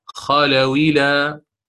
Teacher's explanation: سينقل حركة الكسرة إلى الواو قبلها. وانظروا هنا هذا المثال أتيت به عمدا حتى أبين أن إذا كان الحرف حرف لين فقط فيجوز نقل الحركة إليه، وقد أخذنا من قبل فروقا بين حروف المد واللين وحروف اللين.